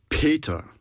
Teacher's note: In het Duits zeggen ze Peter. Dus dan doe je eerst het plofje en dan een tijdje niks en dan zet je je stembanden aan. Dat is wat je daar hoort als ik zeg Peter.